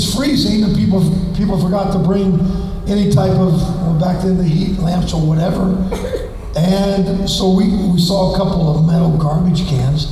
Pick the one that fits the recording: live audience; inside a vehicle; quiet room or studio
live audience